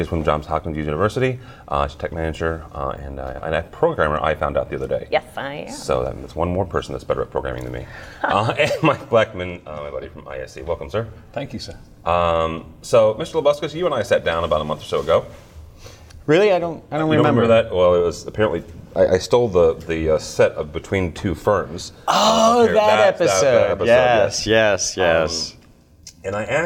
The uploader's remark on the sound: Live From InfoComm 2021